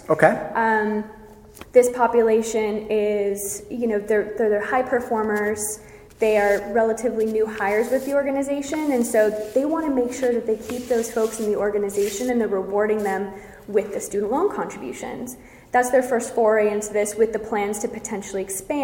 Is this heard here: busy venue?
yes